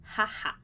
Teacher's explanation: aquele som do ha, ha, ha, ha que a gente tem no espanhol, que vem aqui da garganta